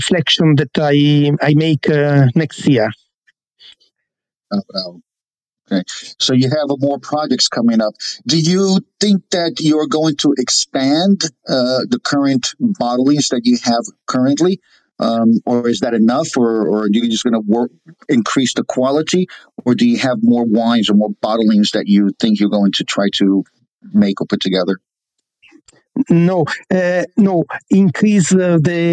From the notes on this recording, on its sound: These sessions are recorded from Clubhouse and replayed here on the Italian Wine Podcast!